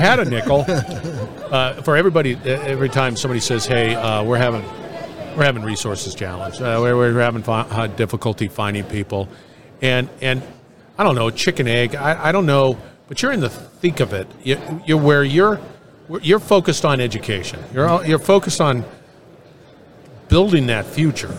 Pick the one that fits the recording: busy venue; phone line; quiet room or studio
busy venue